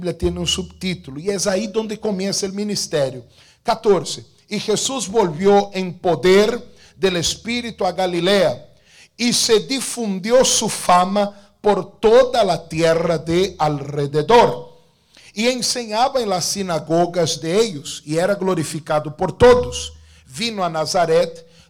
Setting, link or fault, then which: setting, large echoing room